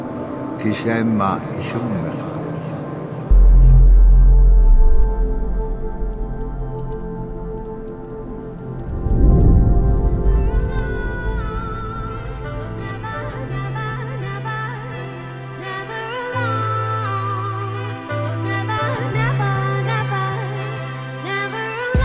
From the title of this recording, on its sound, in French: sous un arbre